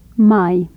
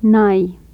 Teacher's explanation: Bilabial nasal and a dental nasal.